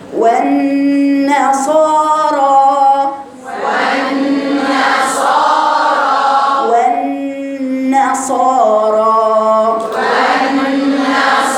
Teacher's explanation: والنون مشددة غنة حركتين والواو رقيقة